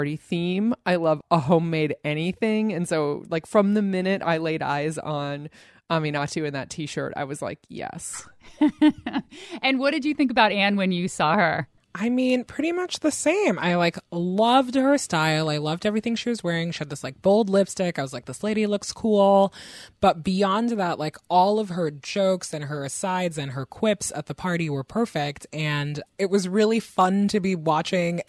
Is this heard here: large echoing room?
no